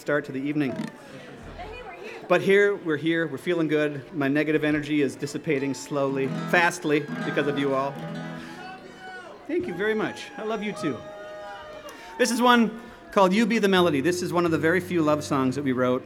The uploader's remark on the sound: Tonight on the Live Feed we return to Boats and Bluegrass 2023 for a live performance. Now LIVE from Boats and Bluegrass 2023.